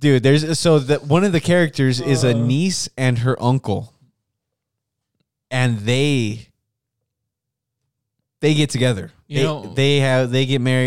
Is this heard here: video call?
no